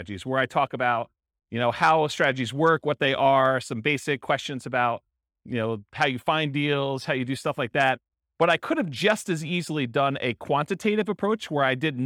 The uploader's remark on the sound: This was a live class recorded